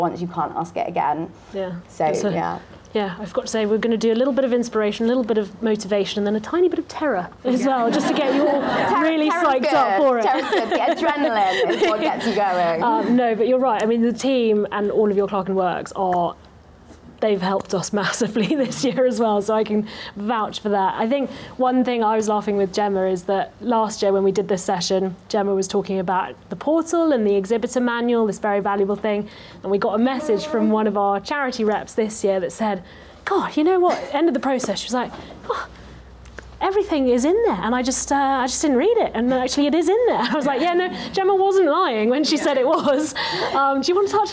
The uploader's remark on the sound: Speaking live at the 2022 RHS Chelsea Flower Show, listeners can feel the buzz around the project itself and hear what it's like behind the scenes.